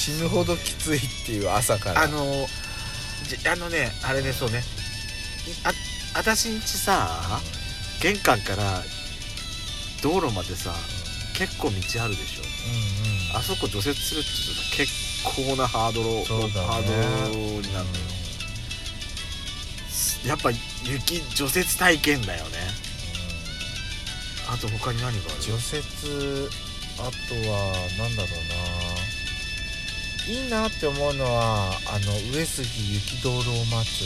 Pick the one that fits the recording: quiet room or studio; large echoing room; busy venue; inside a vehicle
inside a vehicle